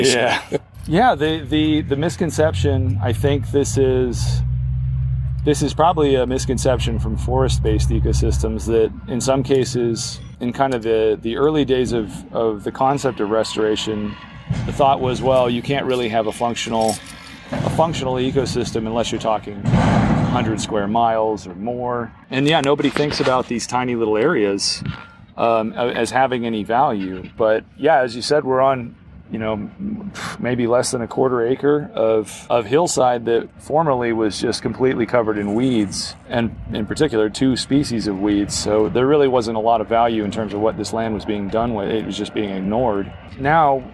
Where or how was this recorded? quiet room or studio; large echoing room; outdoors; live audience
outdoors